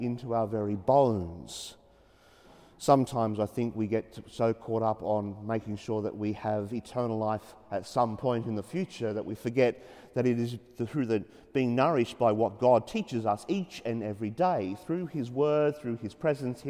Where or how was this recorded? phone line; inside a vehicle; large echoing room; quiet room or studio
large echoing room